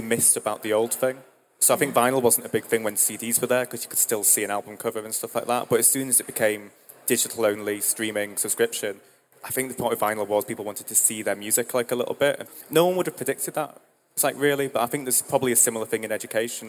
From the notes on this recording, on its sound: This episode was largely recorded at the recent Digifest event run by Jisc.